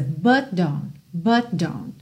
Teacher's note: Percebe que esse T do don't a gente nem ouve